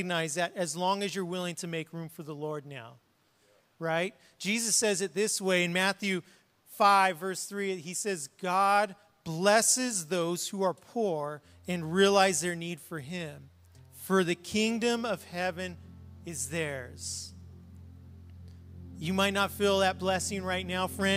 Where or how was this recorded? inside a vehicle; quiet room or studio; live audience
live audience